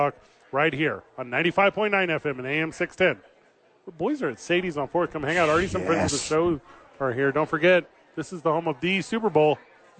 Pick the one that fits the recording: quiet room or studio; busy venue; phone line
busy venue